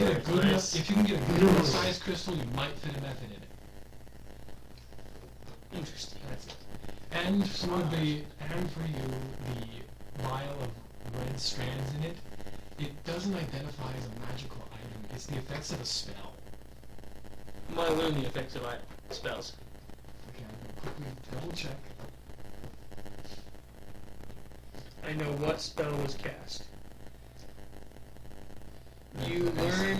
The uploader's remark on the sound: sorry for all the static.